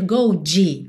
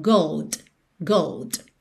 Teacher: Poderia ser gold, gold, mas o fato é que a gente ouve o que não pode acontecer de jeito nenhum é você dizer go de, ou seja, botar de, de no final e é acrescentar ainda uma vogal, ok? Lembra que esse D tem que ser o último som · Shown in: second take